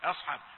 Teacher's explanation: الحاء جاءت مني مفخمة قليلا